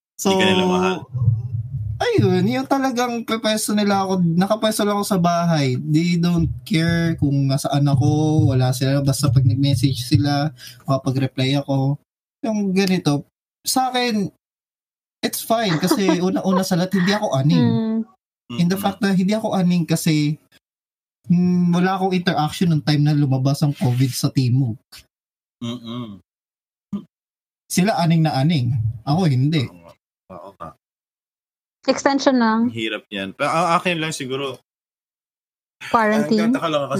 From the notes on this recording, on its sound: gathered separately in their homes on Discord